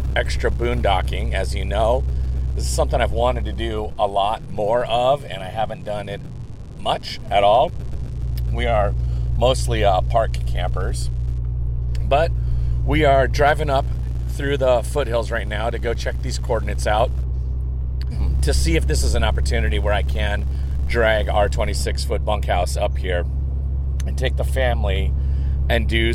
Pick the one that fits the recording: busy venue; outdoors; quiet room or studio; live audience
outdoors